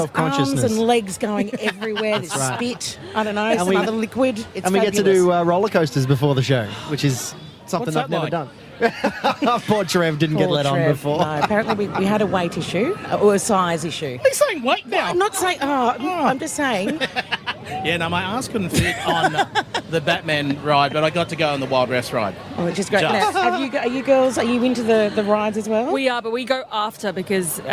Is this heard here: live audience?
yes